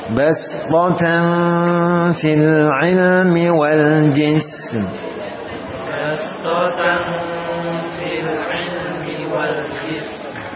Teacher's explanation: Karena sin memiliki sifat hamas, memiliki sifat rohawa, maka itu diterapkan.